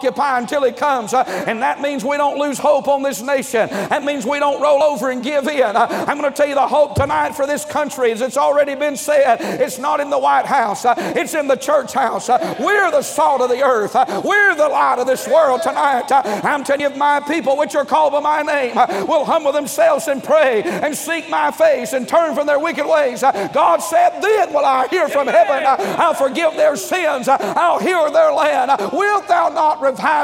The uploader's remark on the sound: during the Monday Evening service of the 38th Annual National Pastors' & Workers' Conference in Santa Clara, California